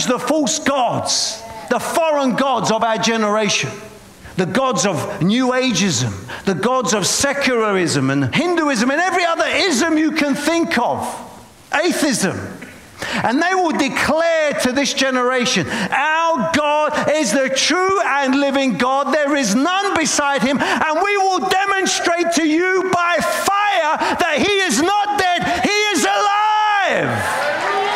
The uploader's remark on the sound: preaching at a Church in Boston